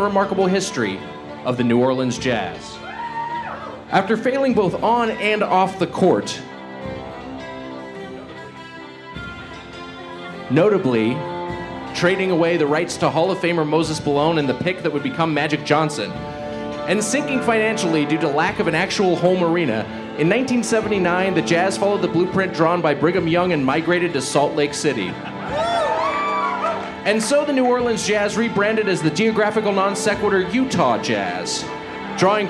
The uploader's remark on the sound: Recorded Live at Wiseguys Comedy Club in the before times (March 10, 2020).